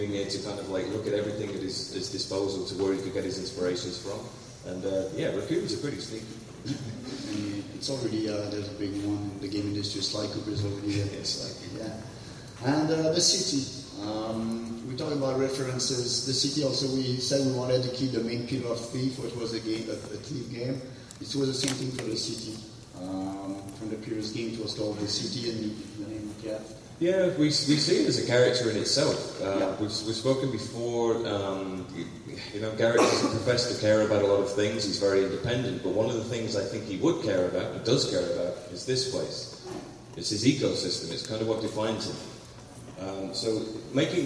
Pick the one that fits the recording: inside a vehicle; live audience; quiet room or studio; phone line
live audience